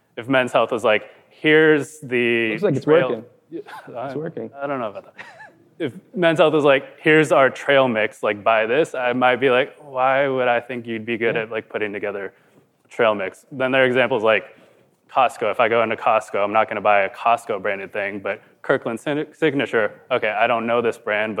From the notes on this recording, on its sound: Which was recorded in front of a live audience at the Digiday Publishing Summit.